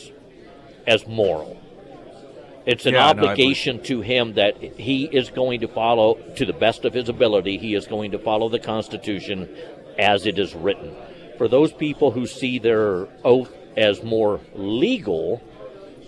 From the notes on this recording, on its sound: live at Scramblers Diner